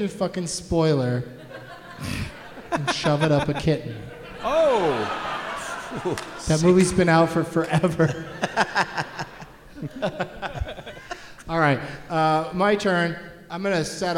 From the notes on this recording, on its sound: Live from the Neptune Theatre in Seattle